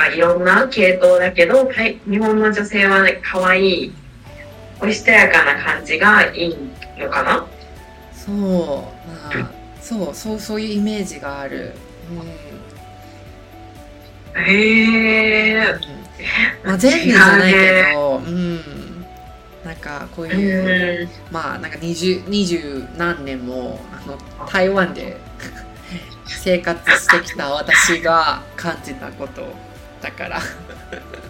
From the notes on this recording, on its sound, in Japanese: 今回はオンラインで収録しましたため、音質が悪くて申し訳ございません。